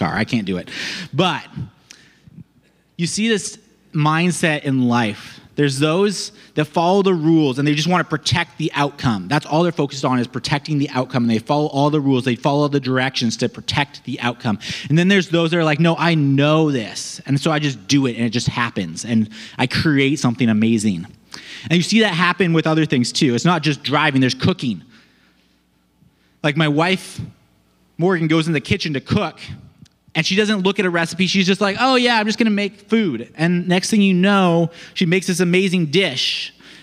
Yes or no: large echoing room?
yes